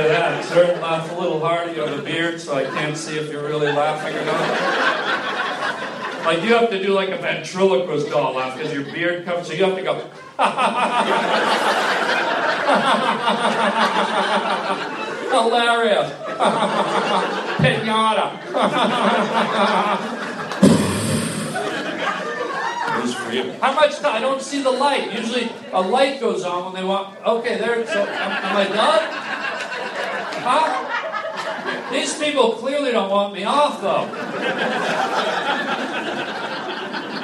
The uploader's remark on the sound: LIVE stand up comedy